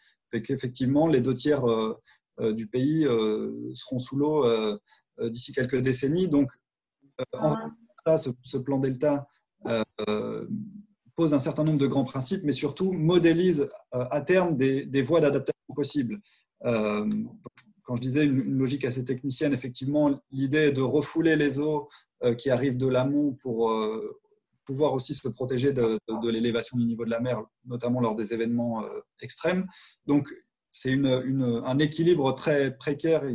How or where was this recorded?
video call